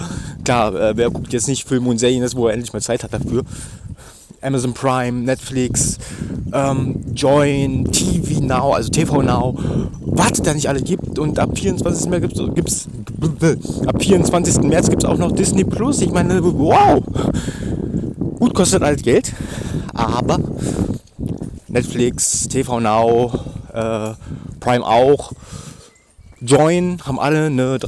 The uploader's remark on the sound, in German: Bitte Entschuldigt das Rauschen es war doch ziemlich windig.